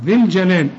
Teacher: الذال بشبكها مع اللام على طول